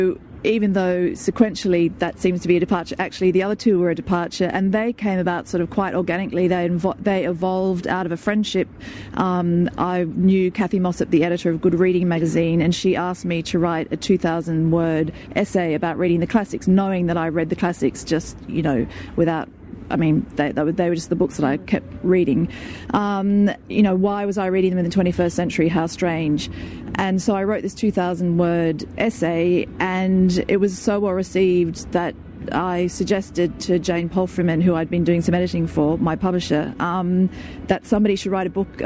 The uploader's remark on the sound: at the Sydney Writers’ Festival